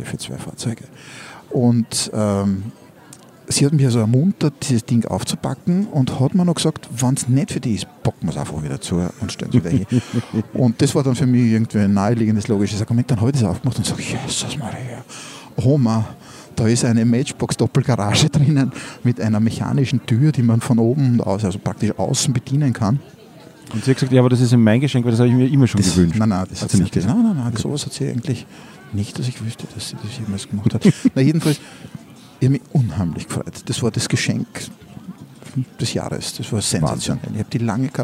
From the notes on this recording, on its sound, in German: Live vom Wiener Christkindlmarkt.